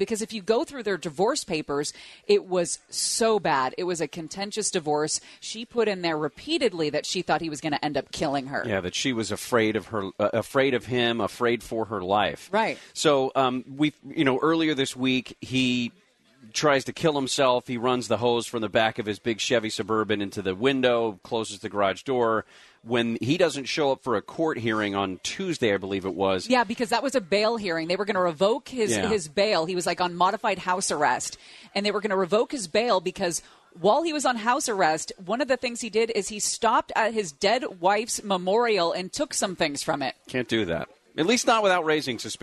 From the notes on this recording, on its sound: LIVE at HK's Bar and Grill in Rancho Cucamonga